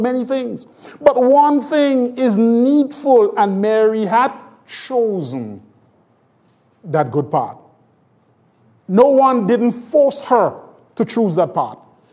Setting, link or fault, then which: setting, large echoing room